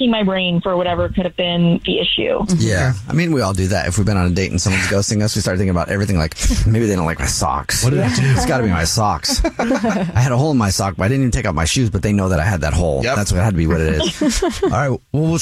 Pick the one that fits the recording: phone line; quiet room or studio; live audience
phone line